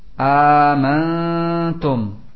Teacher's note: ikhfa nun menghadapi ta dan juga mim menghadapi ba. Ya, sehingga itu adalah nun dan mim yang mukhfa diikhfakan kepada huruf yang setelahnya.